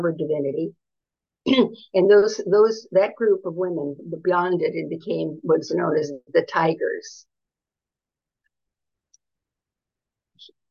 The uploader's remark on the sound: A live webinar. Part of our weekly webinar series, Radical Feminist Perspectives.